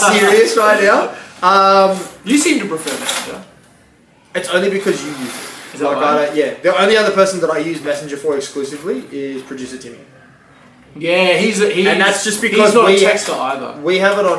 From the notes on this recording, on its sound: Audio sucks.